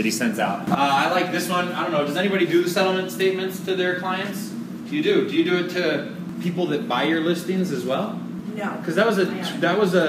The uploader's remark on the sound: weekly Tuesday meeting held at Scottsdale Area Association of REALTORS®